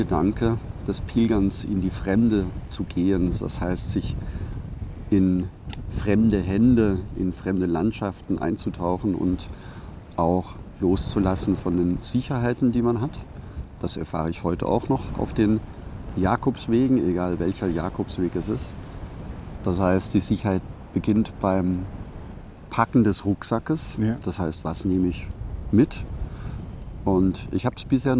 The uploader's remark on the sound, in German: Live unplugged vom Camino Primitivo. Heute live vom Camino Primitivo.